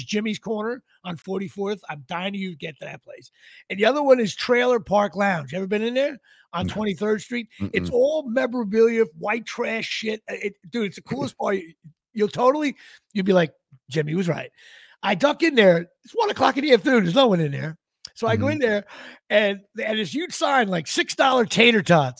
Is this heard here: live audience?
no